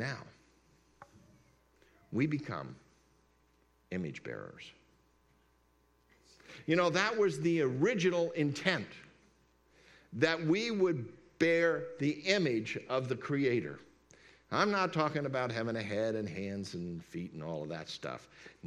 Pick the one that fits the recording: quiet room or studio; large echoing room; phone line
large echoing room